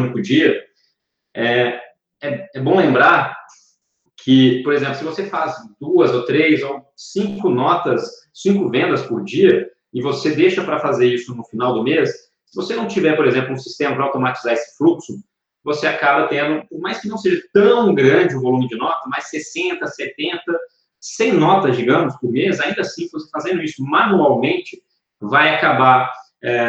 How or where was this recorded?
video call